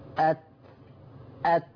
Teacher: التاء تتميز انه بيخرج عليها هواء · Term: همس